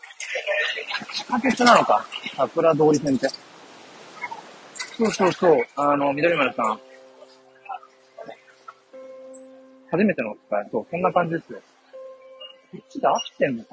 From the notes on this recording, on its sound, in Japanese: Live 人生初の名古屋駅周辺を散策中Ⅱ。